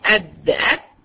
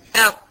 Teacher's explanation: اللسان فيها مستفل لان الدال والت مرققين، اما في الطه هتلاقي لسان ارتفع وعمل استعلاء وعمل اضباق عشان يجيب لي تفخيم ايه الطه.